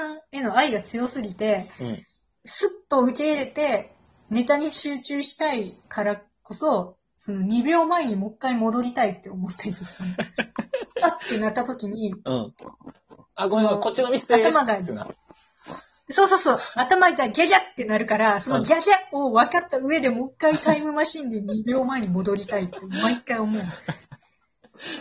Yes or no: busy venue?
no